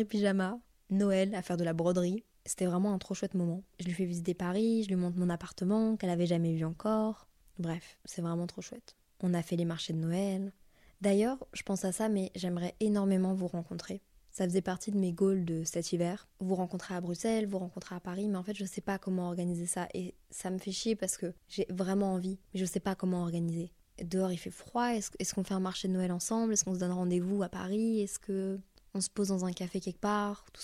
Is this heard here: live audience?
no